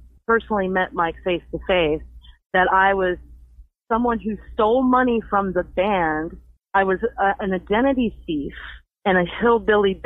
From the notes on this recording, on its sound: Several band members called in to express their disdain for ex-guitarist “Tony”.